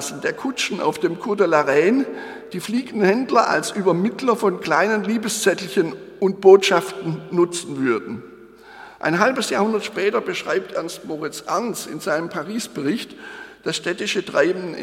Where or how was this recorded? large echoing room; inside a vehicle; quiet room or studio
large echoing room